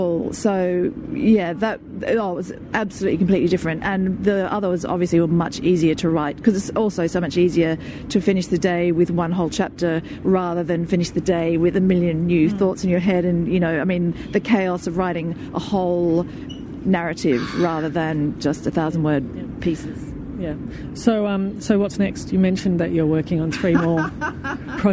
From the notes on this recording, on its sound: at the Sydney Writers’ Festival